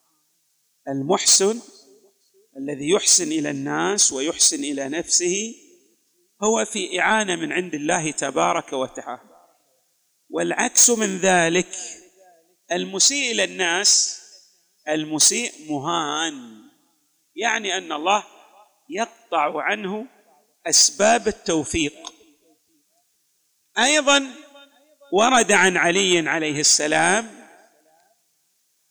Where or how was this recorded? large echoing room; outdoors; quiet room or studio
large echoing room